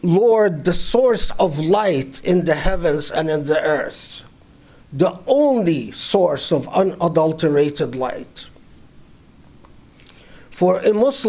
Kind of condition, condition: setting, large echoing room